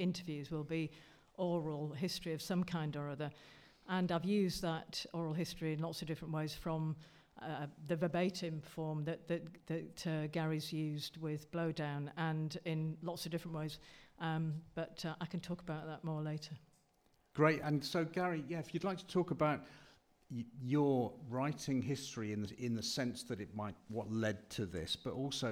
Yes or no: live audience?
yes